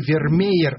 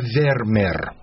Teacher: на письме 2 русских «е» читается как одно «е» · Shown in: second take · То есть, не Вермеер, а Вермер.